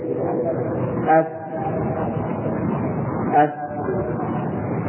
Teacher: الفاء المخرج الأول تخرج من بطن الشفة السفلى مع أطراف الثنايا العليا، بطن الشفة السفلى مع أطراف الثنايا العليا.